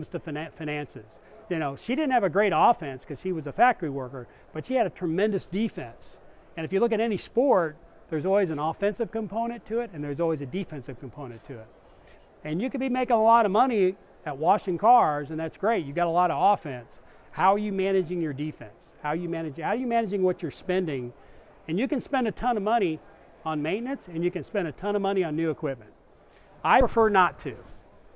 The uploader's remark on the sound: discussion at the 2019 Southwest car wash show in Arlington Tx.